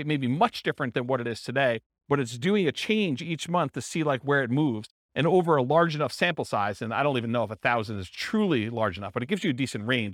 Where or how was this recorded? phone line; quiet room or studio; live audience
live audience